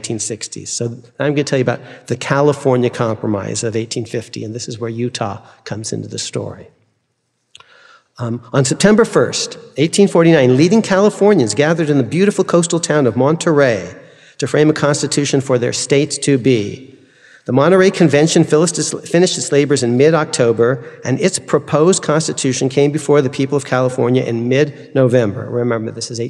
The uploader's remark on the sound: delivered this forum address on September 26, 2023.